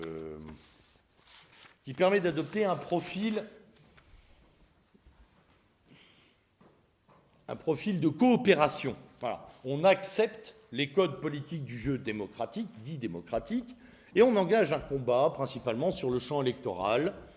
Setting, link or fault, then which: setting, live audience